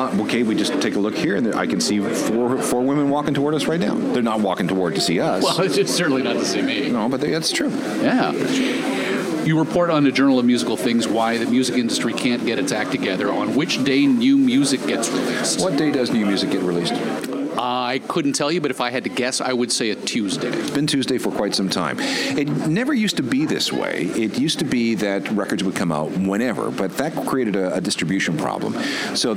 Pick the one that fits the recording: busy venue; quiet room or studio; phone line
busy venue